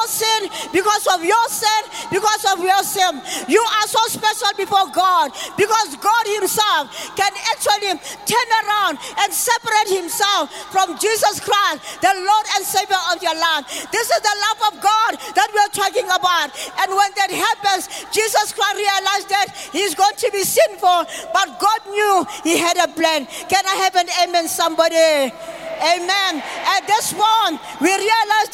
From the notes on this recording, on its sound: Preached at the Good Friday Celebration 2023 hosted at Orlando Stadium on the 07th of April 2023.